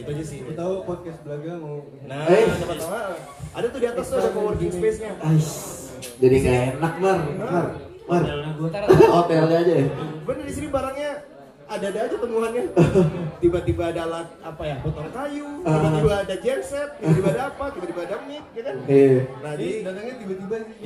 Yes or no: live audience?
yes